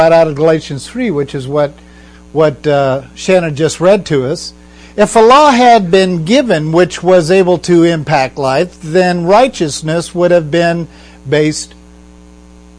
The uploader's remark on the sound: We are sorry about the humming on this podcast - we are working to locate the problem before our next podcast.